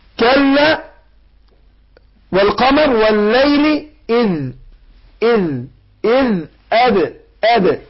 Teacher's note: يبقى انا حققت الهمزه ا وبعدين قلقلت الدال. والليل اذ ما قلتش اذ لا اذ.